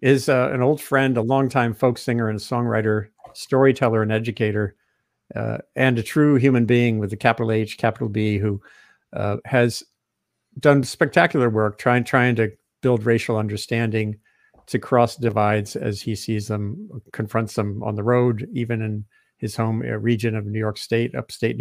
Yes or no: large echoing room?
no